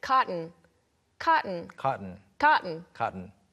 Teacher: T 발음이 안 날 때가 많죠. 특히 미국 영어에서.